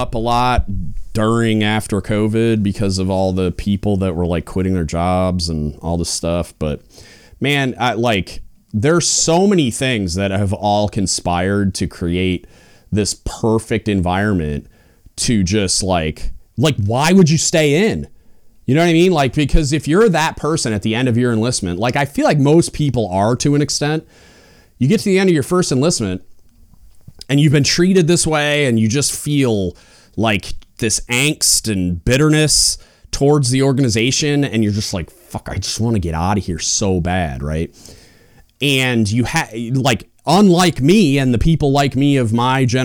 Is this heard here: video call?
no